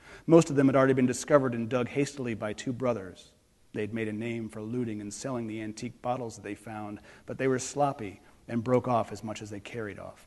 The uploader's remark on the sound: on the stage of the City Opera House in Traverse City